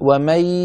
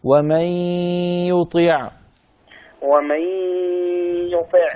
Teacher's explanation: نخرج صوتين معا، ياء من الفم وغنى من الخيشوم مع بعض · Shown in: second take · Term: الإدغام بغنى